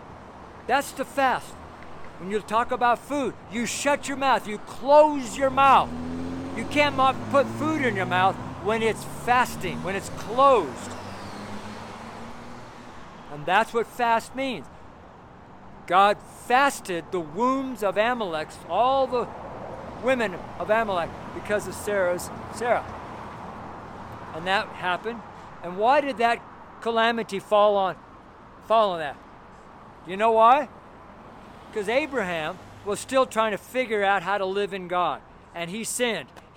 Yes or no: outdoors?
yes